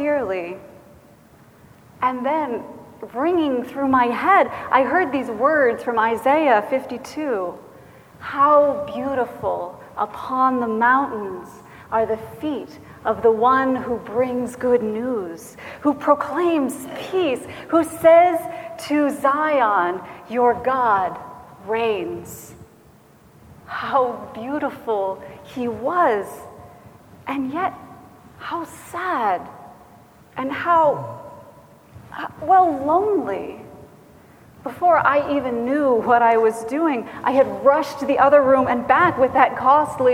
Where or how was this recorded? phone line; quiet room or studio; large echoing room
large echoing room